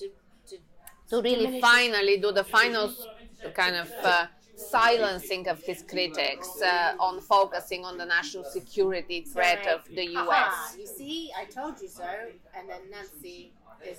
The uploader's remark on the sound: For a spot of Italian food at La Famiglia restaurant in Chelsea.